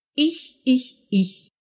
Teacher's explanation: это мягкое «х», которое слышится в местоимении «ich». В русском языке этот звук встречается достаточно редко, но все же встречается. · Term: ich laut